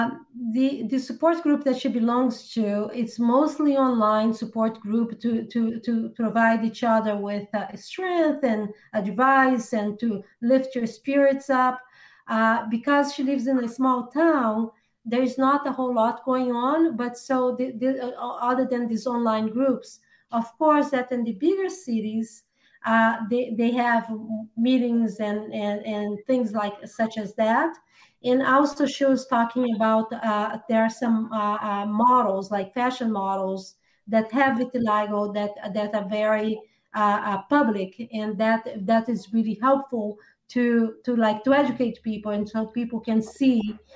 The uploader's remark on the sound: This conversation took place via a video format and converted to audio-only for our podcast audience.